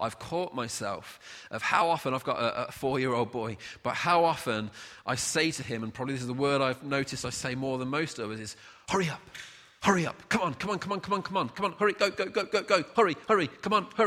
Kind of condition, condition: setting, large echoing room